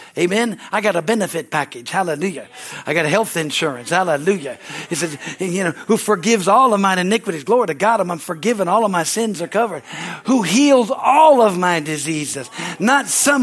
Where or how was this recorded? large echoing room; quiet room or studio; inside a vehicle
large echoing room